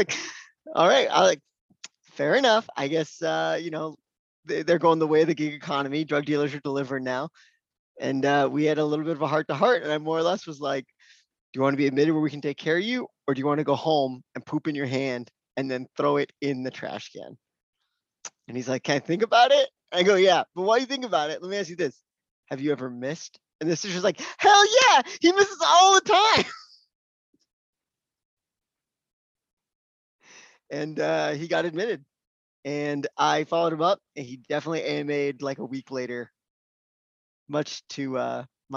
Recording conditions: video call